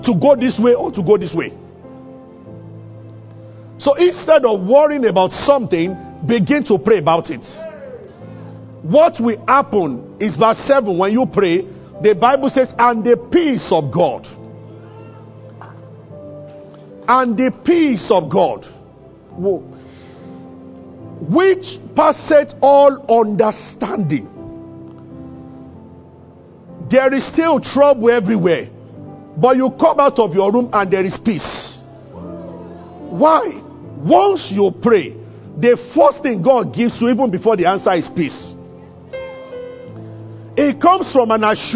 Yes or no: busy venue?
no